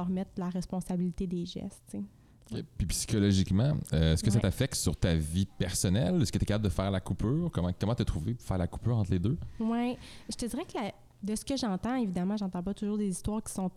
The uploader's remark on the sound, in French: Le podcast a été enregistré en novembre 2021 à la microbrasserie le Boquébière au 50, rue Wellington Nord à Sherbrooke